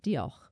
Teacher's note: With a little bit of a guttural h at the end